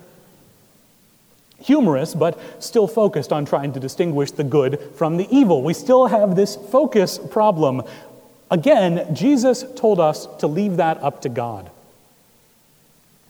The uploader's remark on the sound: Recorded July 23, 2017 at Trinity Presbyterian Church in Bixby, Oklahoma.